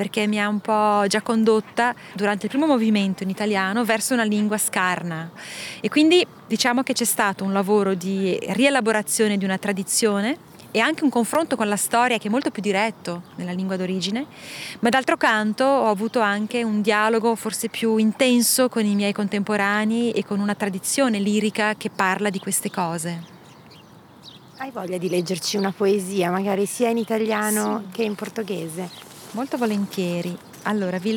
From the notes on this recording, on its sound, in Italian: Sulle rive del lago Ceresio. La incontro qui, in un parco che lungo la nostra chiacchierata si popolerà di voci, rumori, onde.